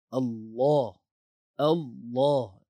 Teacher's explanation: Pangkal lidah terangkat sebab dia bunyi tebal.